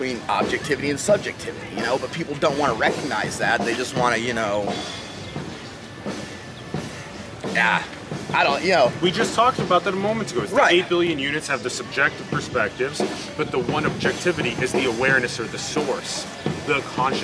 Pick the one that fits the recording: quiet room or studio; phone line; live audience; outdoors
outdoors